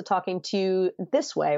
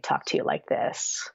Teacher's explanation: And I just sort of creaked my way out. · Shown in: second take · Term: vocal fry